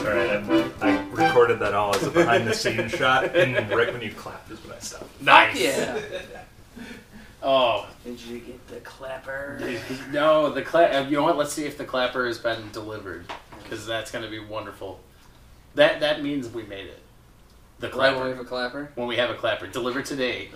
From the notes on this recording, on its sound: There was an issue with the mics during the episode so only the room mics are in use.